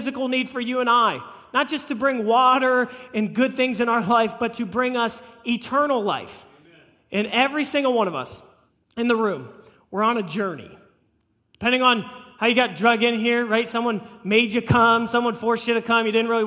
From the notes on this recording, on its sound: This message was preached on April 9, 2023 at FIVE39 Church.